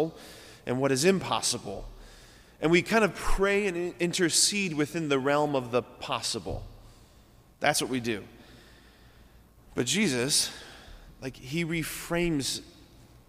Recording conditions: large echoing room